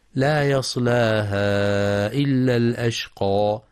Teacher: ينتبه القارئ في كلمة لا يصلاها لترقيق اللام، فلا يقرأ يصلاها بتغليظ اللام لمجاورتها الصاد المفخمة. وفي قوله